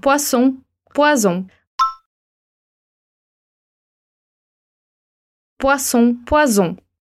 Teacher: O S é uma consoante surda, então não vibra as cordas vocais. O Z é uma consoante sonora e faz vibrar as cordas vocais